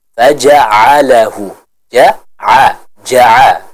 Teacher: Faja'alahu, pada huruf ain, hati-hati jangan dibaca faja'alahu, bukan nga, bukan nga tapi a. Faja'alahu, ja'a, ja'a, seperti itu.